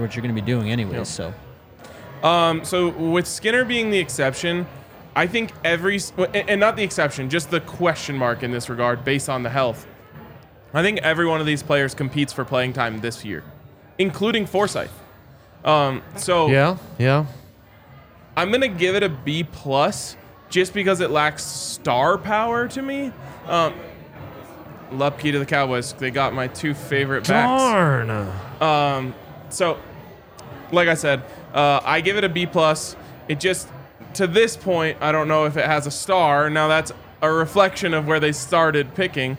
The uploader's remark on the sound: coming to you LIVE from the DNVR Bar